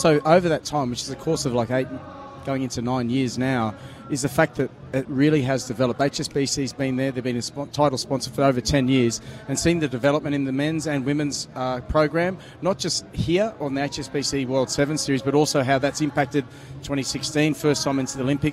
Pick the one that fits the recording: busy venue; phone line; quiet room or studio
busy venue